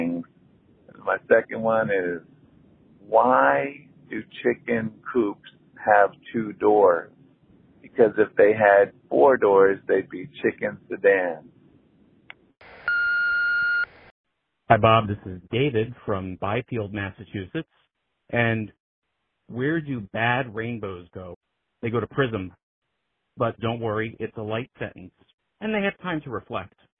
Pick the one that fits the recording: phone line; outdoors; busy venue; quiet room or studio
phone line